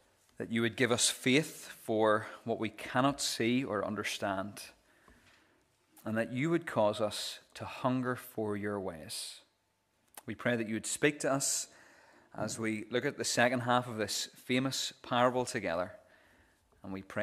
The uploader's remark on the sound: This is the recording of the Bible reading and sermon from our morning service on Sunday 18th June 2023.